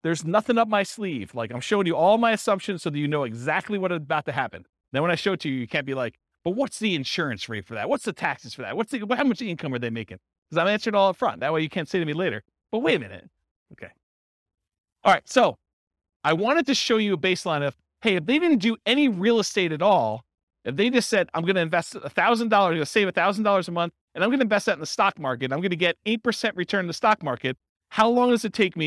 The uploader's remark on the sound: This was a live class recorded